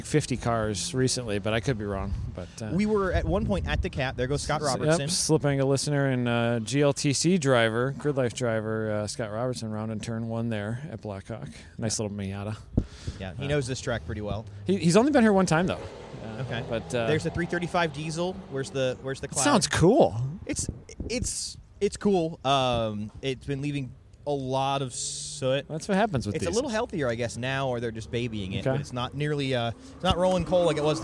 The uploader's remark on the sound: Headed north for the day to visit beautiful Blackhawk Farms raceway and record with many friends and previous guests competing in One Lap of America.